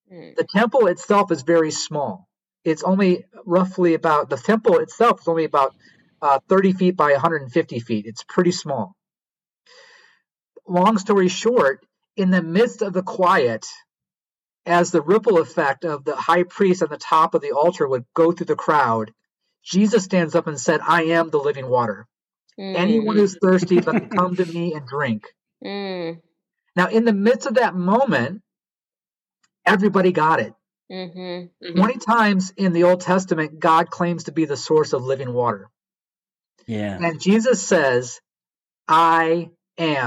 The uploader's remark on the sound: during our ZOOM conversation